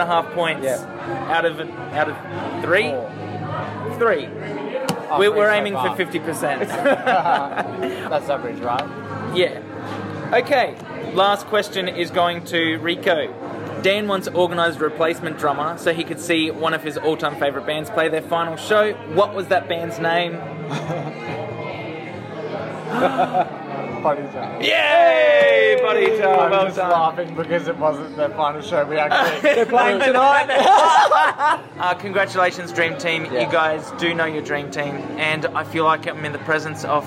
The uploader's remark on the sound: Live from Ipswich. Recorded live at Brothers Leagues Club, Ipswich. The boys also kinda played some live music (being at a gig and all).